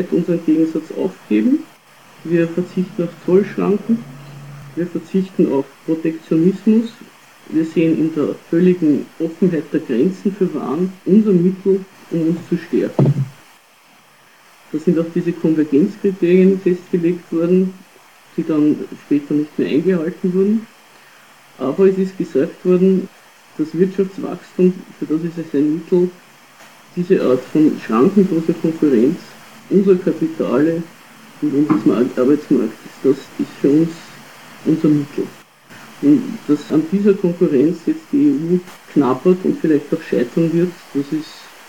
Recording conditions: poor sound quality